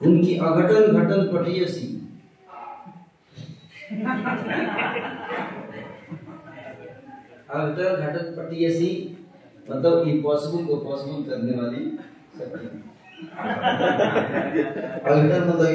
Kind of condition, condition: setting, live audience